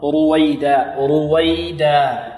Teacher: والراء هنا مفخمة، لماذا؟ لأنها مضمومة